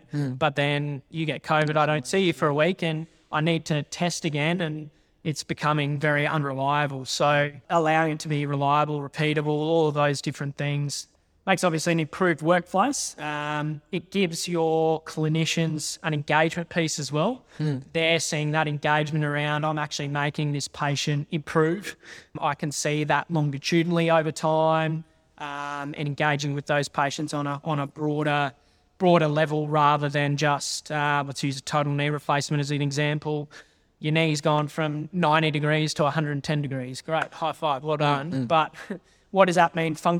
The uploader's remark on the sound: In this episode which was recorded live at VALD’s Alta Clinic in Brisbane with an audience of some forty to fifty THT+ Members and guests.